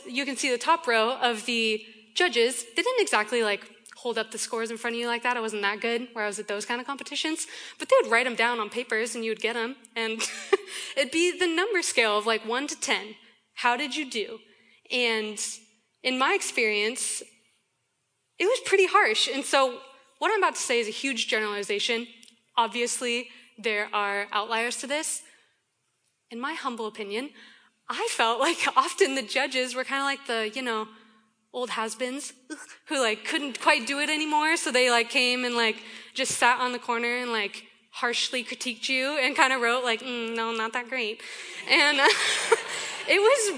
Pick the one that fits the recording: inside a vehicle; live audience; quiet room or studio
live audience